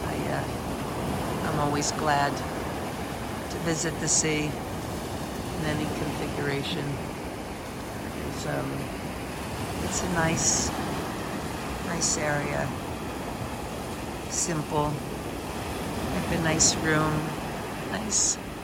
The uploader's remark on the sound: We are in a van driving from the sea in Pescara to the mountains. We are in a van driving from the sea in Pescara to the mountains.